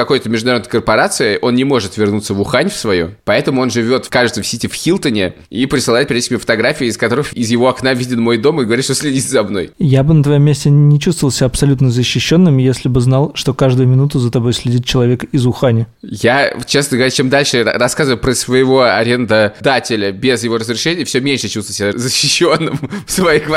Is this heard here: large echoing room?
no